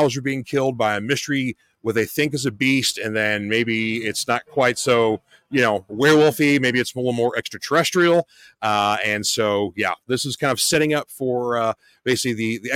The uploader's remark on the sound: coming to you live from The Mind's Eye Theater for their production of Evil Dead The Musical